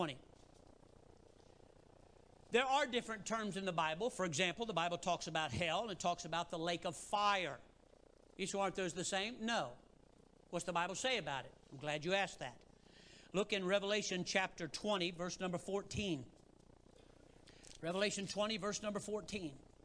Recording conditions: large echoing room